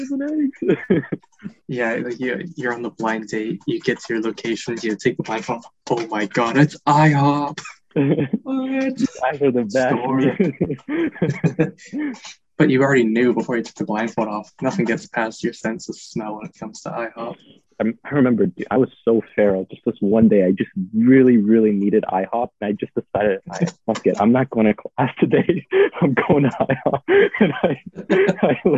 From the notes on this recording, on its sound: on Zoom for this session